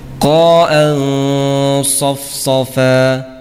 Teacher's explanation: Tanwin bertemu dengan sad, maka bunyi nun sukun disamarkan · Term: ikhfa tebal